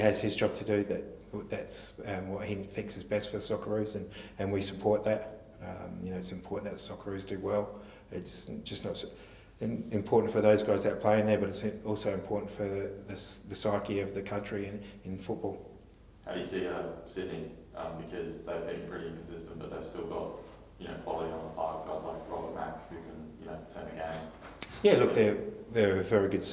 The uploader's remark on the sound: Round 23 press conference.